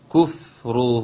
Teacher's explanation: مد صله صغرى بمقدار حركتين